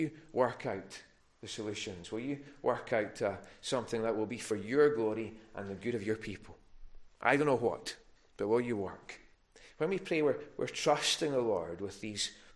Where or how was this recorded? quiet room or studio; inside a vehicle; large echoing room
large echoing room